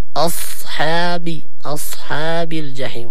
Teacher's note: الصاد أيضا مفخم لكنه ساكن، نحذر من أن نضم الشفتين فيه، لا نقول أص لا أصحى أصحى، والحاء أيضا مركك لأنه أكثر الأخطاء تأتي في الصاد الساكنة.